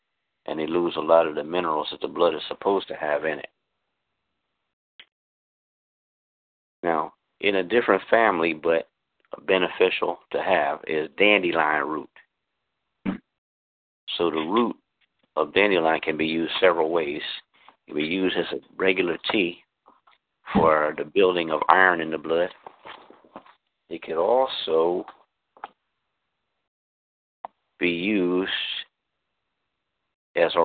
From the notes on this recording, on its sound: This free teleconference